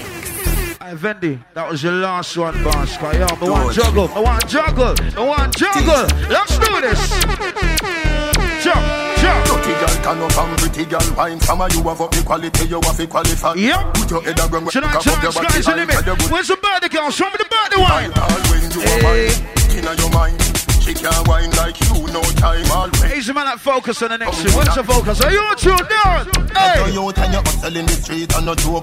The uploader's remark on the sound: LIVE At Skys The Limit (03 January 2015)